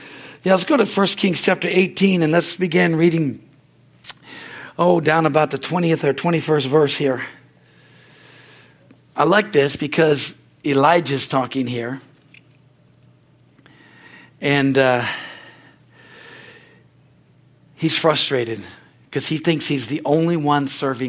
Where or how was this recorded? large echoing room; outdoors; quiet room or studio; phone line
large echoing room